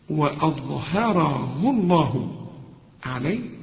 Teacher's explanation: هترقى الواو والهمزة وحترقى كمان الهاء، وأظهره الله عليه، كلها مرققة.